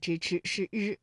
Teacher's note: 是舌尖后音擦音，发音的情况其实和诗是非常相近的，只是摩擦比诗要弱，同时声带颤动